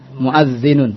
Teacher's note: Laisa mu'adzinun bil hamza laisa bil 'ain.